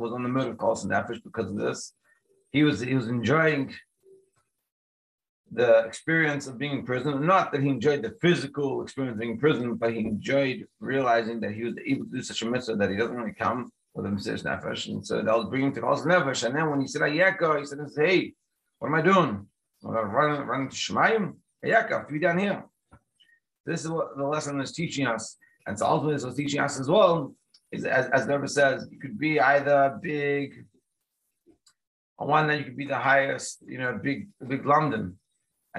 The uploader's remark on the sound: Daily Zoom Shiur